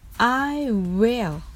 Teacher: 日本語のうの音もるの音も実際には発音をしません。